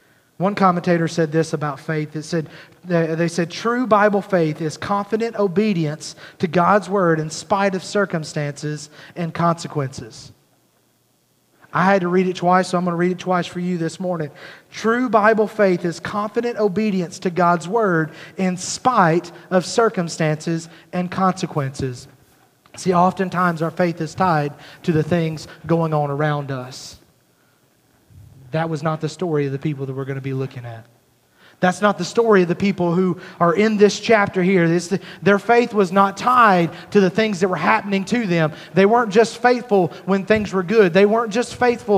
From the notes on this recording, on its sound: At Highland Baptist Church, Molino, FL.